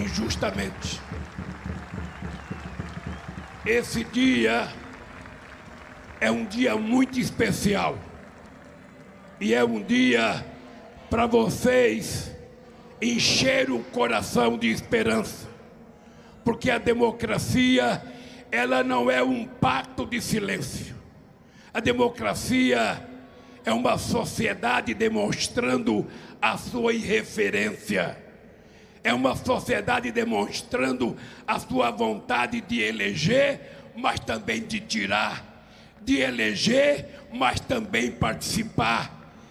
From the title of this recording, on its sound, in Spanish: "Festival Democracia Para Siempre" na Plaza de Mayo, Buenos Aires.